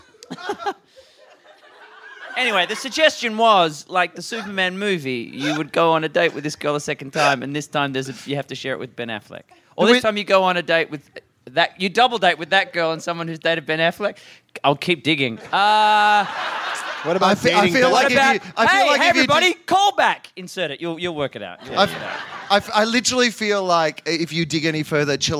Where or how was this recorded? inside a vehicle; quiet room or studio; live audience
live audience